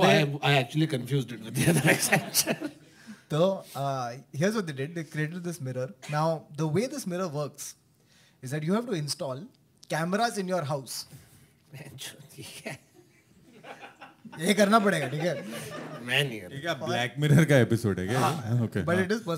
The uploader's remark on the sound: This is our second live show